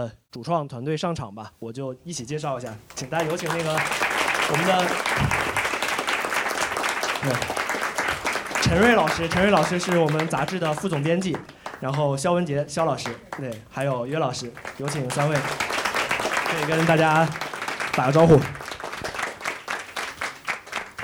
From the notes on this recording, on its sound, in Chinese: 我们在北京举行了第二次听友见面会。但我们仍然决定放出一部分见面会的脱水录音。人类高质量现场问答。